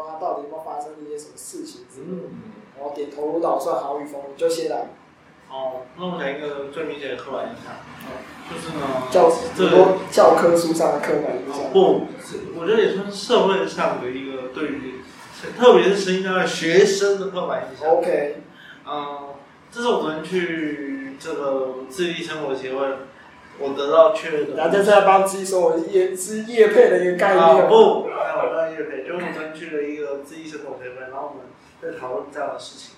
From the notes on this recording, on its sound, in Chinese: 錄音設備真的很陽春